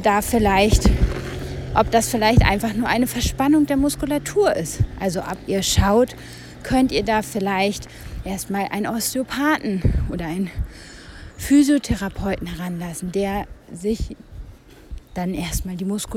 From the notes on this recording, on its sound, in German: Diese Folge wurde draußen aufgenommen und kann Nebengeräusche beinhalten und eine schlechtere Tonqualität aufweisen.